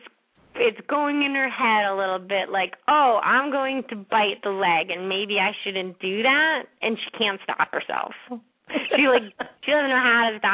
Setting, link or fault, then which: link, phone line